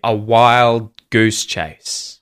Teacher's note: You can say a wild goose chase, but if we link this all together, the D at the end of wild becomes muted because there's a consonant straight after it. So you'll hear a wild goose chase.